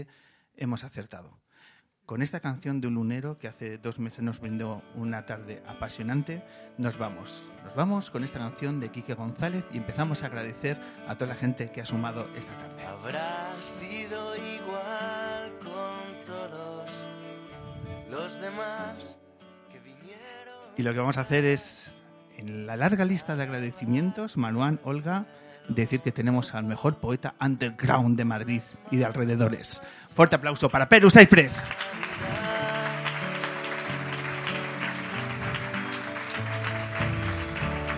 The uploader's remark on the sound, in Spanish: En la compañía de nuestro público que llena por completo el Ámbito Cultural de Callao. Un acústico maravilloso.